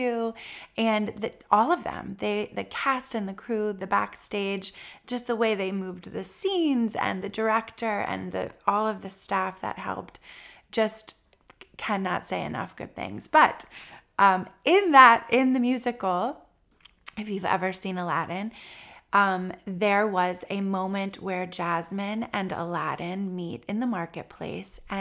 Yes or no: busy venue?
no